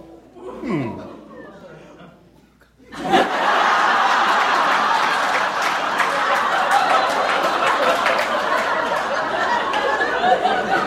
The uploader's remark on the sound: Recorded Live 3/3/2012 at Largo, Los Angeles.